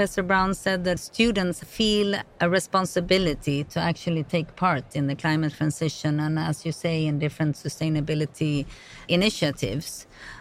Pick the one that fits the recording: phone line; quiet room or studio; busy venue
busy venue